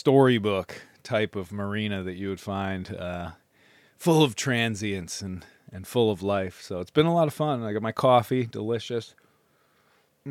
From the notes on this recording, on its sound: Intracoastal Passage from Oriental NC-Belhaven NC. I figured I would do a little recording will in transit through the Intracoastal. Sparrow is a blue water boat.